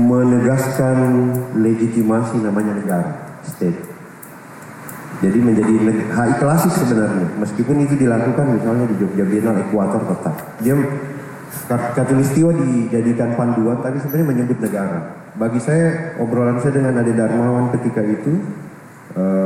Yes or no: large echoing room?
yes